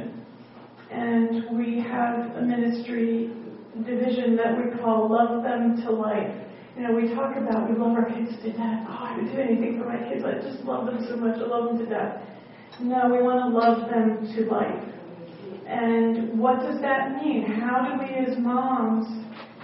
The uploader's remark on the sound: at the Grace Fellowship International Conference in Pigeon Forge, TN on March 8, 2014